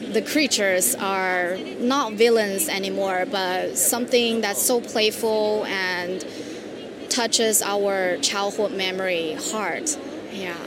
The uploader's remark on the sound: Design Miami 2022. Join us on an enchanting journey live through Design Miami. Including three interviews recorded live at Design Miami.